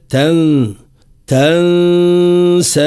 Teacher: ولهذا في رسم المصحف الشريف نجد النون سكونها غير مرسوم، معناها غير مرسوم، هذا كإشارة إلى أن النون يتعلق بها قاعدة، قاعدة اسمها القاعدة، هذه قاعدة الإخفاء، إخفاء مع إبراز الغنة، بمعنى نخفي جانبا من صوت النون عند صوت السين بعدها